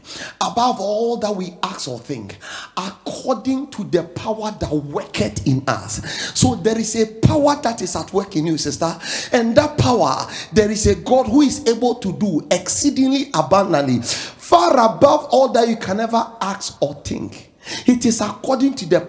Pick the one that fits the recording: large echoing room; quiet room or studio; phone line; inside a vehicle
large echoing room